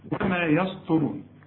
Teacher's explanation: الأول قول يس وما يس، وبعدين هات الطاء لأن الطاء مفخمة والراء كمان المضمومة مفخمة